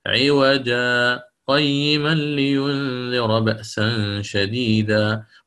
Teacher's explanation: سكت سكتة لطيفة على الألف من عوجا